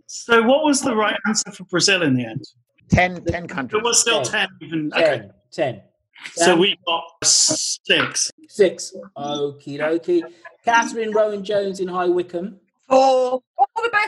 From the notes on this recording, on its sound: MC-13 Map Corner "live". Have a Zoom chat. 10 listeners give us their audio postcards.